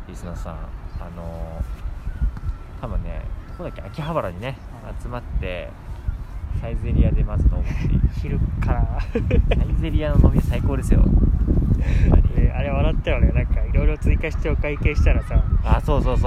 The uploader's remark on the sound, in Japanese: 今回の収録は初めての試みということで、近所の公園で収録してみました！とても天気が良かったので、公園で遊ぶ家族連れを眺めながら。